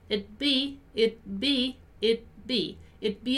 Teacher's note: Notice that although we have the D after it, I don't really pronounce it, right? It's just it.